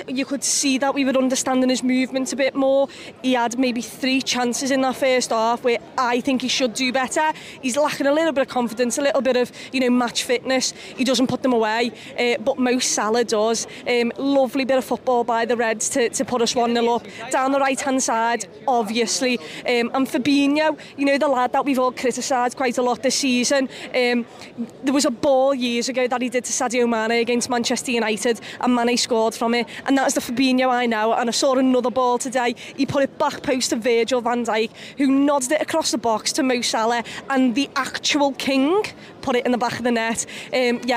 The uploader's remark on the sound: Outside Anfield with her match reaction.